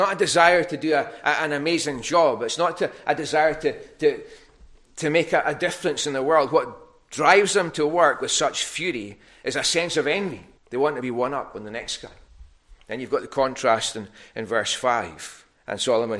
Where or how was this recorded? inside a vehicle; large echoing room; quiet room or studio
large echoing room